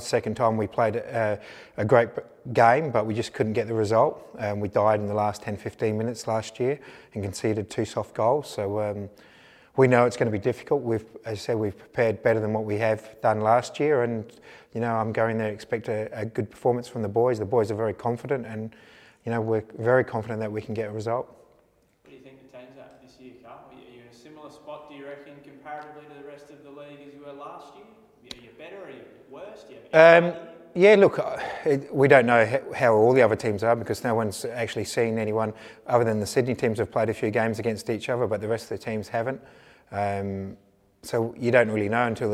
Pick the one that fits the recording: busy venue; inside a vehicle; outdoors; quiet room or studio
busy venue